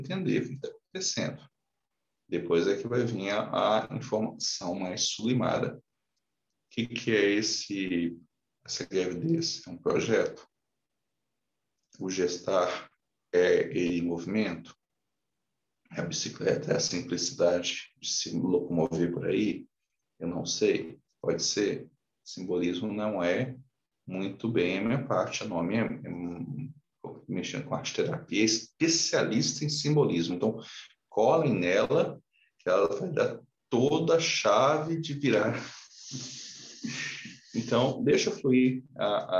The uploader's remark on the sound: Online via Zoom. O estudo ao vivo é direcionado aos membros da Ponta de Lança.